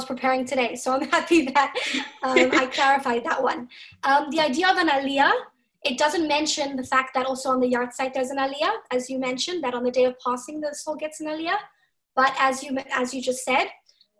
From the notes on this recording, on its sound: Zoom Class